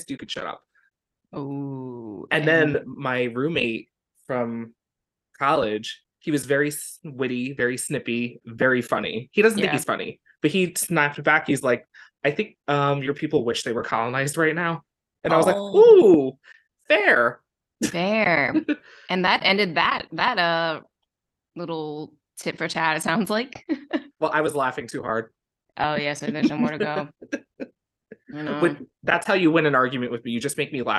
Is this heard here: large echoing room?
no